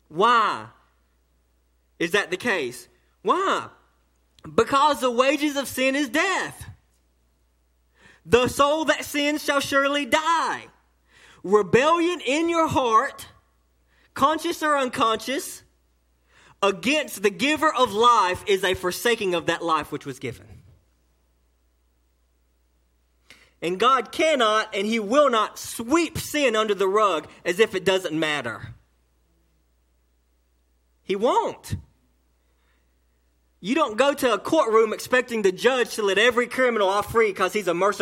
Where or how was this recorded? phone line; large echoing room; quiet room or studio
large echoing room